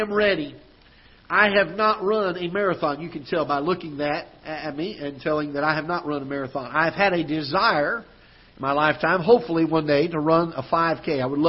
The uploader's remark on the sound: Ketha Heights Baptist Church ~ Live Broadcast